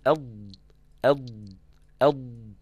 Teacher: لما تقول أض أض أض المنطقة دي هتتكئ، الحافة هتتكئ اتكاء كامل على الأضراس من الداخل من جوه، هتسند عليها قوي، هتسند خالص. · Term: حرف الضاد